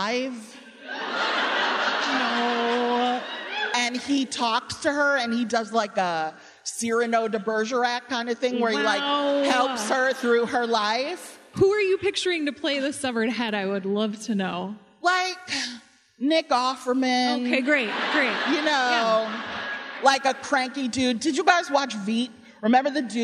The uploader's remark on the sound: Nerdette had the great privilege of hosting a live WBEZ event